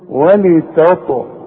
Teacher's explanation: الطاء هتلاقي عليها سكون لازم تقلقلها القلقلة إذا كانت في وسط الكلمة الشرط يكون عليها سكون أو